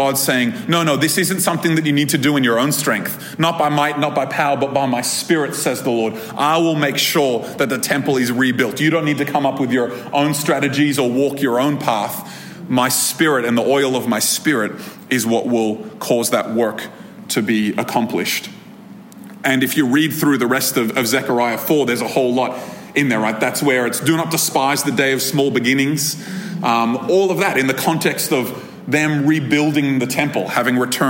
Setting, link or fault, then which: setting, live audience